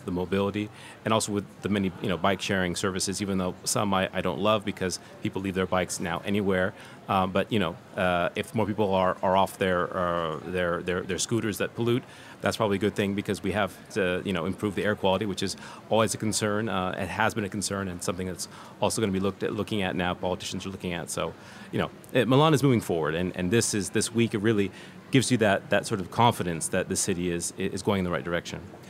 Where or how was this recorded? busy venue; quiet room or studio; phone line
busy venue